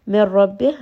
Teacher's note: نون ساكن is not going to be heard at all instead merge this together with the راء and this is going to be heavy ربه this is going to be ها with همس قالوا، this is going to be a two count med. · Term: إضغام without غنة